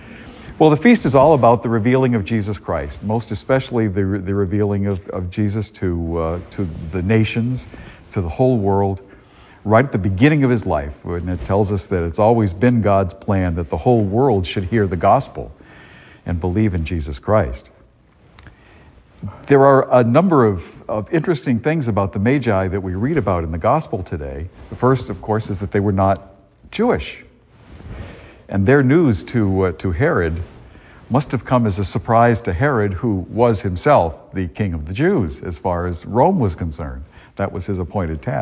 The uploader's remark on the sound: A homily delivered at Star of the Sea parish in Salisbury, Massachusetts, on January 8, 2023.